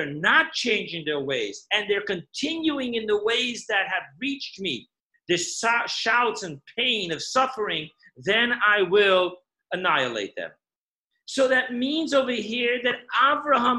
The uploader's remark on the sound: Zoom Class 5781.